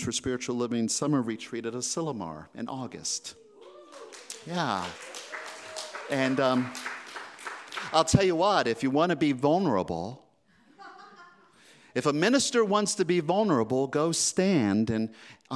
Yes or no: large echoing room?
yes